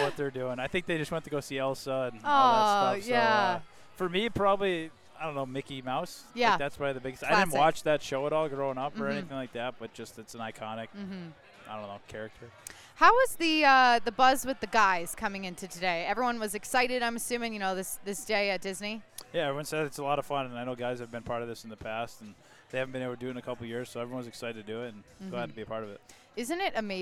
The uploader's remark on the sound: recorded from the 2023 Anaheim Ducks Day at Disneyland California Adventure Park